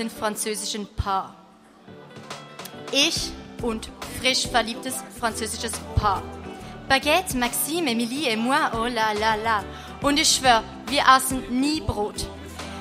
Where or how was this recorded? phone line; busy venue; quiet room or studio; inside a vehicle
busy venue